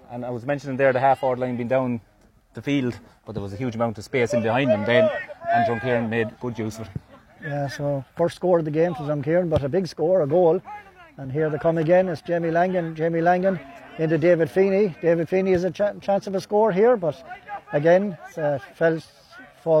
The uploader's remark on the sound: Full Live Audio Commentary from Dromod